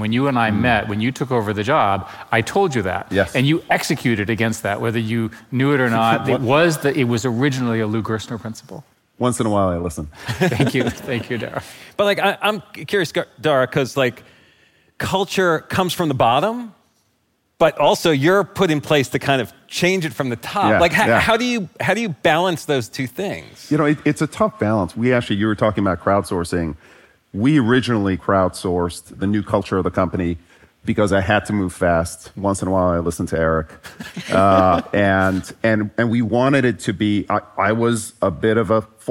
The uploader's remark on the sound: Three legendary culture setters come together live on stage at the inaugural Masters of Scale Summit. In the first released recording from the sold-out event. Live-show energy from the stage of San Francisco's Presidio Theatre.